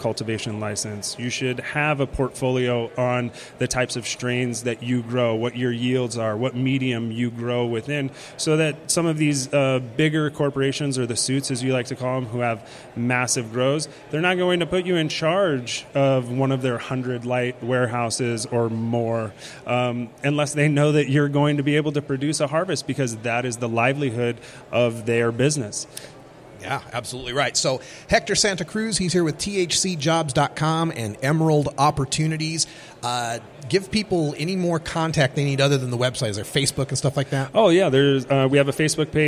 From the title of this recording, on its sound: Live from Southwest Cannabis Conference